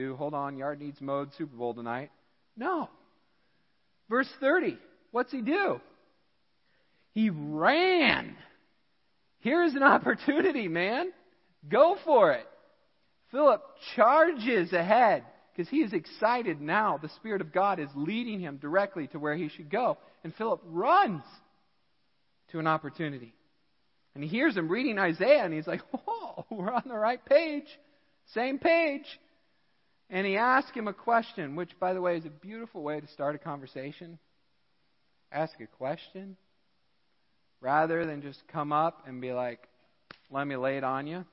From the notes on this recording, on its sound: Midland Evangelical Free Church Sermon Audio